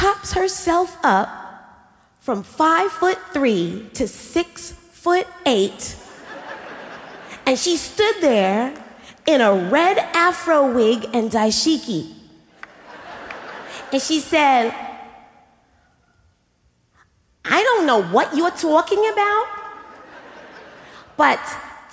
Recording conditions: live audience